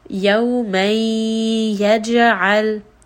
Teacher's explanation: Now you can hear that tanween is merging into the next sound.